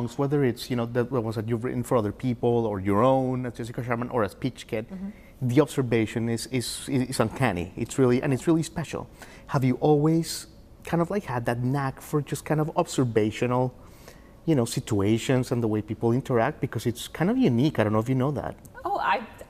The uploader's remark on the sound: LIVE! From The Space at 100 Taylor